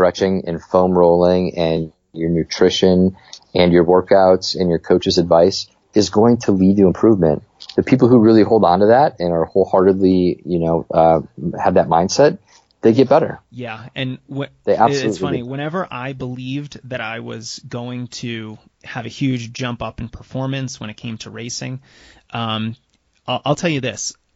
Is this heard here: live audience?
no